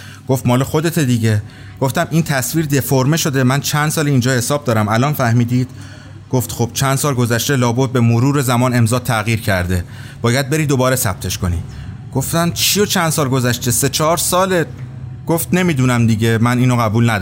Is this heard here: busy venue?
yes